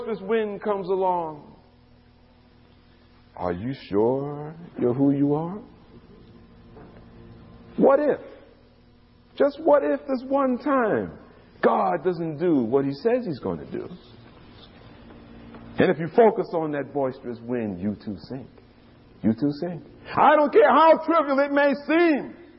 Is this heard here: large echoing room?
yes